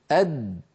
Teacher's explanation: لاحظوا بأن الدال ينقفل مخرجها تماما